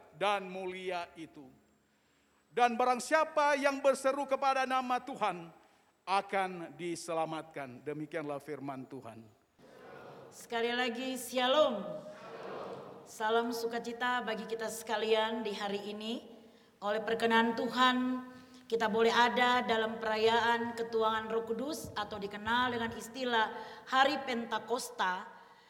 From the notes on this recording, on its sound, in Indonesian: Rekaman Kotbah Ibadah Minggu Pagi GKI KALVARI TEMBAGAPURA. Disiarkan oleh RSK 98.6 FM.